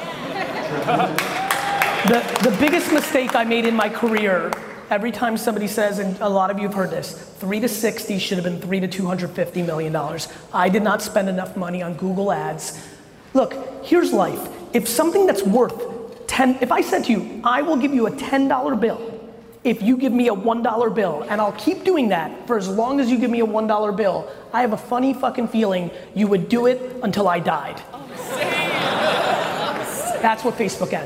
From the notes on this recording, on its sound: Complete fire coming out of this keynote at Tampa Startup Week.